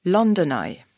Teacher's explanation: Tu dois aussi faire la liaison entre London et I, puisqu'on trouve l'enchaînement consonne-voyelle